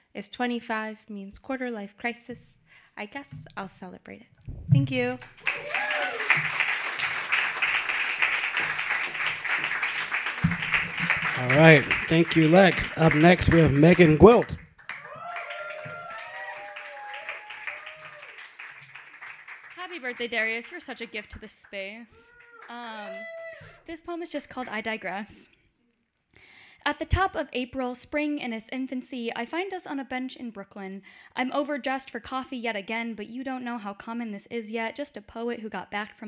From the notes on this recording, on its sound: Brooklyn Poets Yawp open mic